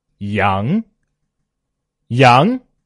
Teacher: 中起上扬，气弱渐强，从中间起调，然后上扬，气势由弱渐强的阳。好，依然是再来读一个字。依然是同样的音，不同的音调来体会一下。刚刚我们读的是“八”，这次我们读“把”，“把”。好，赏声还是看到这个音调图，赏声 · Term: 阳平